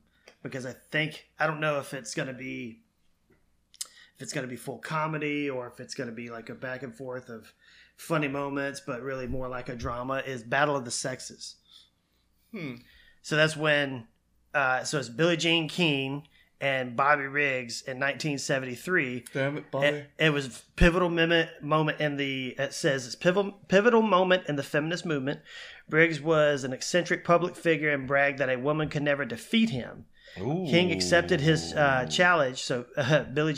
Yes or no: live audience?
no